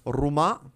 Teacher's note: they don't roll it at the tip of the tongue like most of the time. They roll it in the back of the throat.